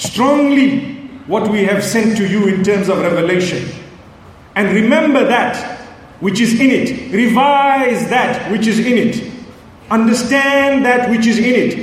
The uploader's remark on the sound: Connecting the Pearls Conference, Manila Philippines